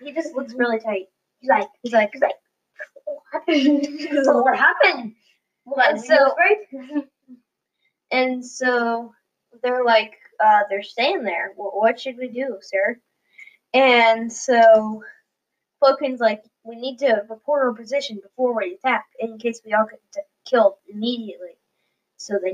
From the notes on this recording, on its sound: technical difficulties while trying to record a podcast